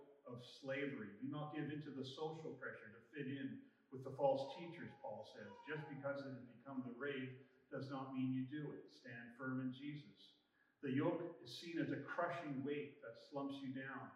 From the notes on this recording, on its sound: We ran into some trouble with our live recording, so our audio isn’t as crisp as we aim for.